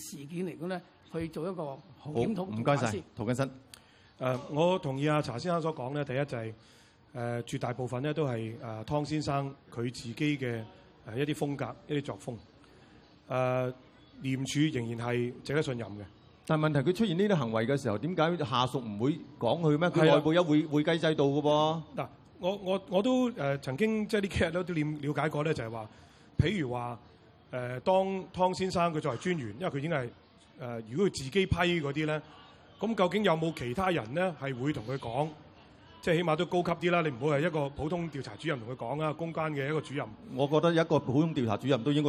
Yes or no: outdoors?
yes